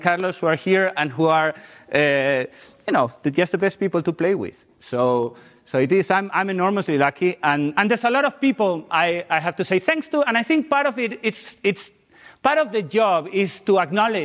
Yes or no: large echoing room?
yes